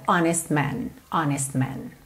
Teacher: Nesse caso aqui, é mais prático ligar honest man, honest man. Ou seja, eu fiz o meu S, já tô fechando a boca pro M, então acaba que o T não aparece quase nada